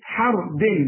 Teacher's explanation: الراء هي المفخمه والدال مرققه.